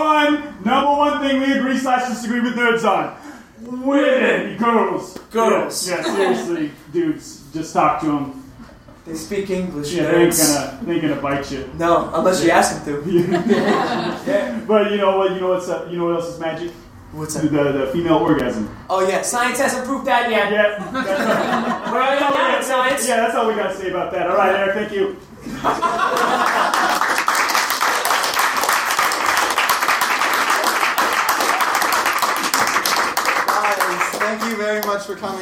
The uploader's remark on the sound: At the end of last month we hosted our first ever live remote show at Challengers Comics, 1845 N. Western Ave in Chicago. We had to cut a few things due to some shaky audio (though mostly this episode's up to our regular quality).